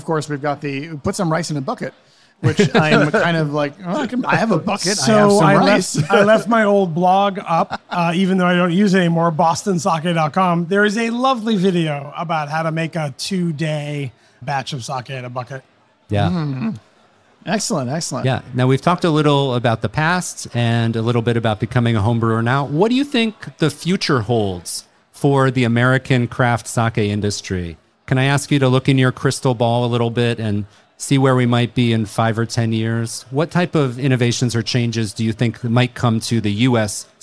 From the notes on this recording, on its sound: LIVE! The American Craft Sake Festival 2023. Sake Revolution hosted a live podcast recording of a "brewers roundtable" on stage in front of an enthusiastic crowd of sake lovers at the Festival. It was our first time recording in front of an audience, so you may notice some differences in our audio along with some background noise.